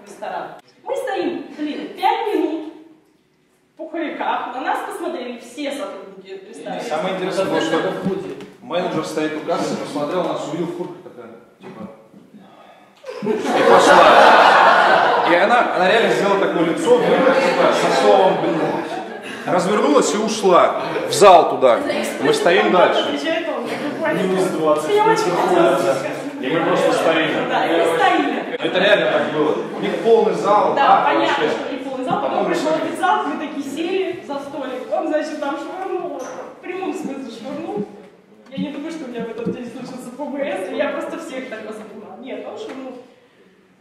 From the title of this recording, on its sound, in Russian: запись с тренинга